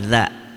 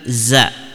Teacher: ujung lidah bertemu dengan dua gigi seri bagian atas dan bawah · Shown in: first take